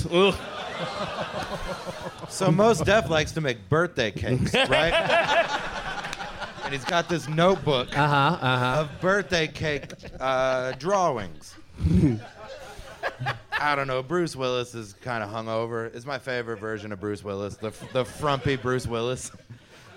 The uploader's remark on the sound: Live from the Cap City Comedy Club in Austin. Apologies for the tech issues!